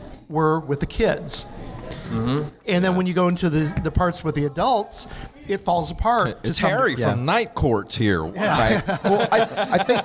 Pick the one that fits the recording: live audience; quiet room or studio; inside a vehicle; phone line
live audience